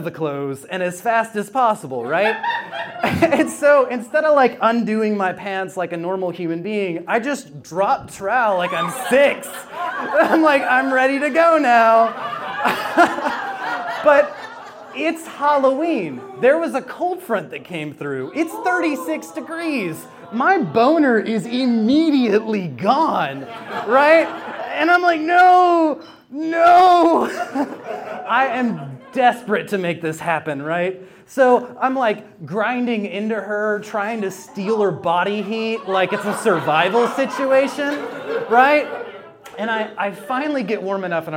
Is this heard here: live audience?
yes